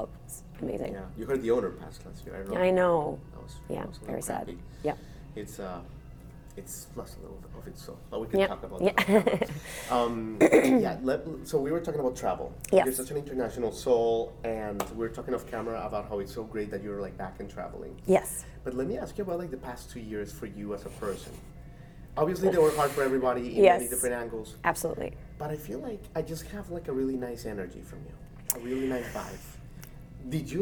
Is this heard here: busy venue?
yes